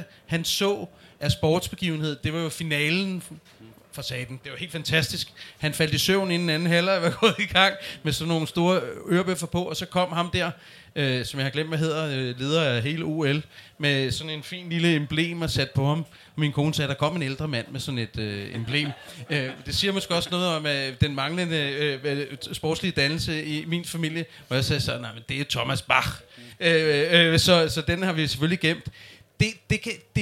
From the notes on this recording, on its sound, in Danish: Folkemødet 2023 Special. Optaget live lørdag den 17. Hos Dansk Håndbold på Folkemødet.